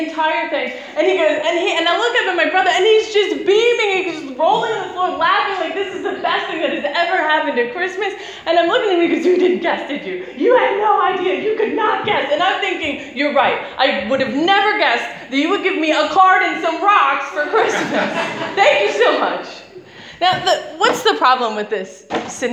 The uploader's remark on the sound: Preached on 12th March 2017 at Beacon International Centre.